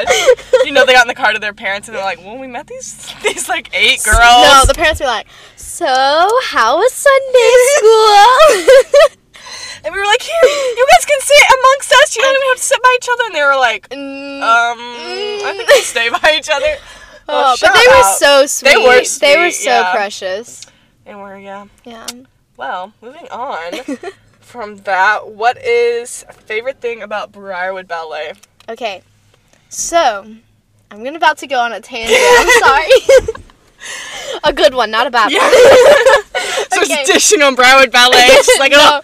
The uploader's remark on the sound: Live from a Starbucks parking lot!